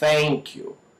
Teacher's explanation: você vai ver que as suas cordas vocais não vão vibrar